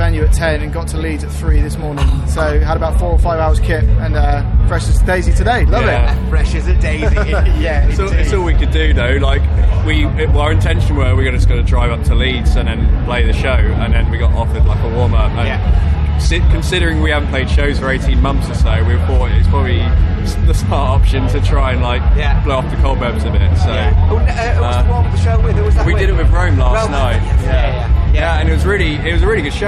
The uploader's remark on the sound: at Slam Dunk Norht Festival 2021 after they hotfooted it off the crumbling Key Club Stage